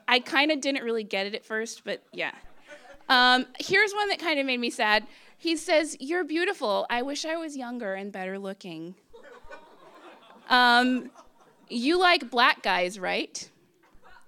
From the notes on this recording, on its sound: Story Slam 2015. For Detours' second live storytelling event, "Story Slam" we asked people to share their bad dating experiences, along with a piece of dating advice.